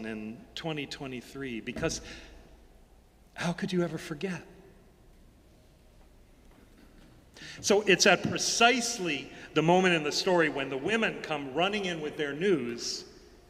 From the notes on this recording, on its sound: Sermons from Old South Church in Boston